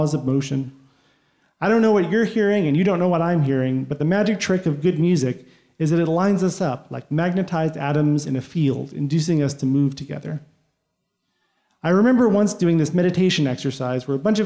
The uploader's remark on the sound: Recorded live at Pete’s Candy Store in Brooklyn, NY.